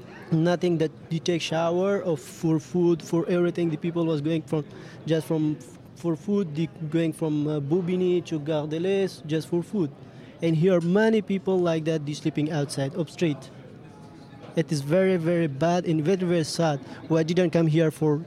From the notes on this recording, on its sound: Suite de notre 1er plateau enregistré au Pont Ephémère lors de l'expo "Cartographie du non-accueil". Recorded at the Point Ephémère during the exhibition "Cartographie du non-accueil".